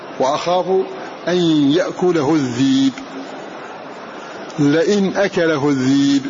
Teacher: فالكسائي هنا وافق ورش والسوسي في إبدال لفظ الذيب، فالنص هو الذي جعلنا نبدل لفظ الذيب، يعني نبدل همزة الذيب لكل من ورش والكسائي وإن كان على غير قواعدهما التي تقدمت.